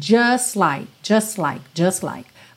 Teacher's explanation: Normalmente o T do just costuma não aparecer mesmo, então é muito comum a gente ter just like, just like, just like.